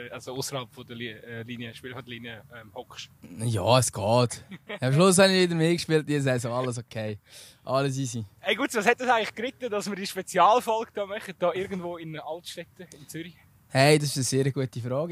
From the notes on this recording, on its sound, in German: live vom Fussballplatz in Altstetten